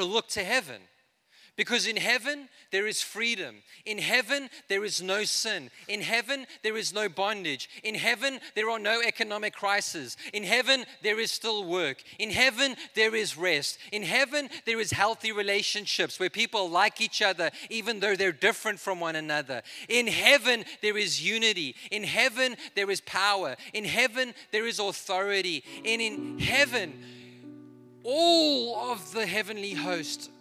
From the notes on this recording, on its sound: This is a message I preached in Revive Church.